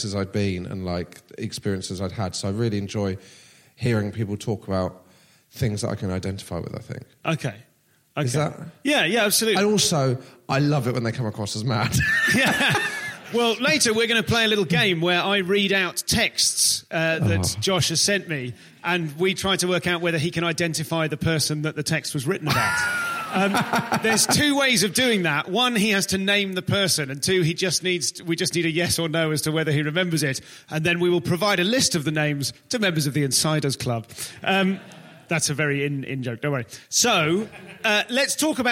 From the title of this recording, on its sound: Live at Machynlleth Comedy Festival